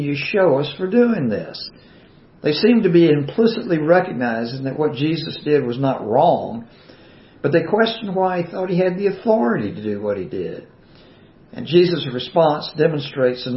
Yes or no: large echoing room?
yes